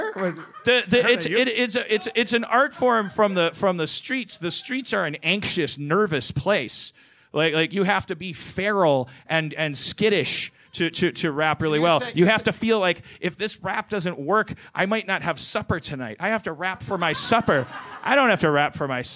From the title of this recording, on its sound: LIVE From UCB East in New York